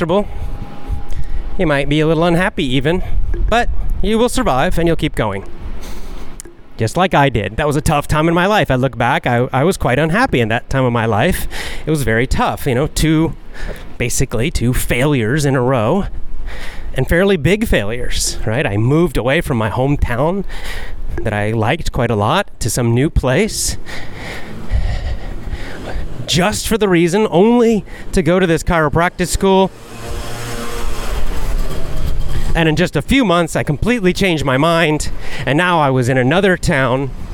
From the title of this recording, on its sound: Walk n Talk